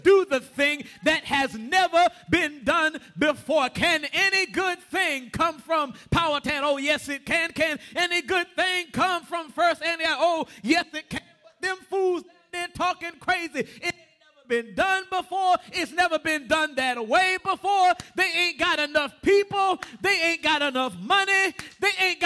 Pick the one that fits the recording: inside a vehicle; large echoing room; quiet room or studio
large echoing room